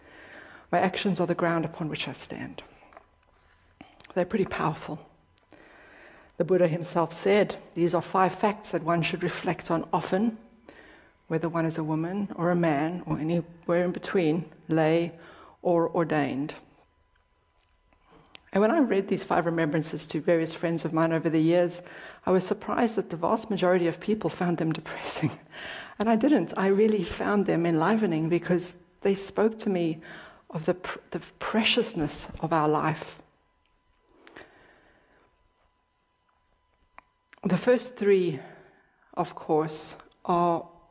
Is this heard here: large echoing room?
yes